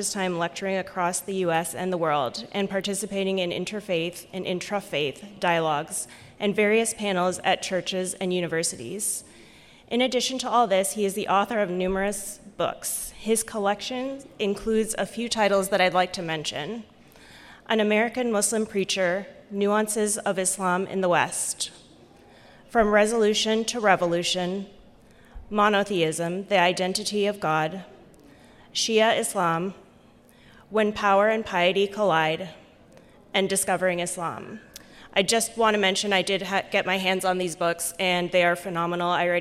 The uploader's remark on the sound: Live at the Muslim Group of USA and Canada's 39th Annual Conference in Chicago, IL. This special podcast is one of four live episodes recorded during the Conference.